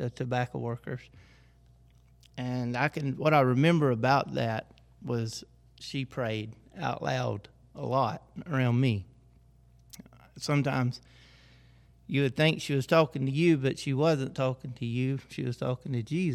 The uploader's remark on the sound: The church where we are recording "Our Journey" podcast is on Our Grandpa's farm!